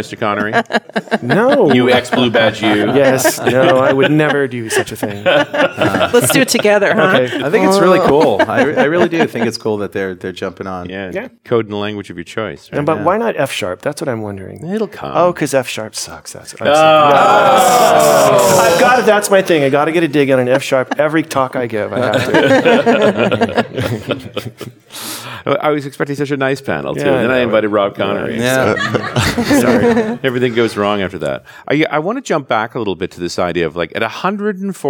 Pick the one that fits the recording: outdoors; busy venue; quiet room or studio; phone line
busy venue